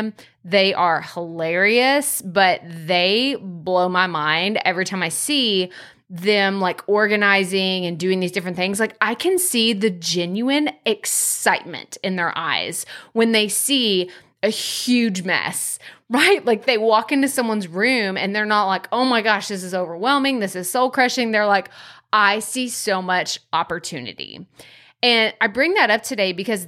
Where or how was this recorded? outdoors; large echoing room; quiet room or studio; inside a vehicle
quiet room or studio